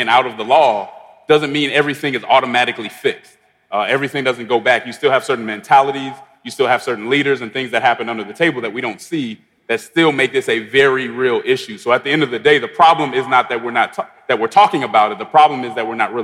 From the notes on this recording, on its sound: panel discussion at our MLK50 conference